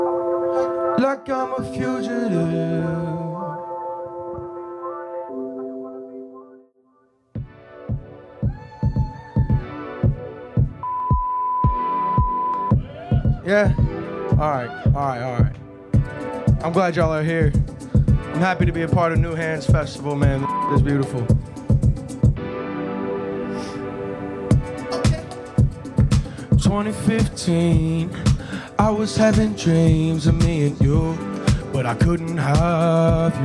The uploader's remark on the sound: Perform at Healer during the New Hands Music Festival. Perform at Healer during the New Hands Music Festival.